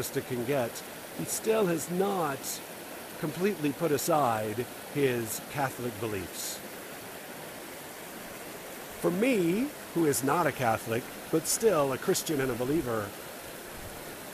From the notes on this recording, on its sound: This is recorded while sitting on a tree over a stream, and there's a lot of water noise in the background. It might not make great audio, but it was a fun place to record.